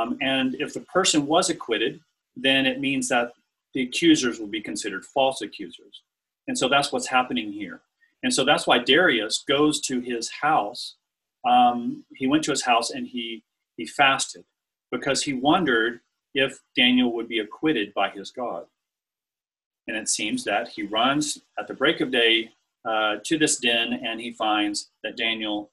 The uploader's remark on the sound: This talk was recorded over Zoom and includes the Q&A afterwards. L'Abri Fellowship.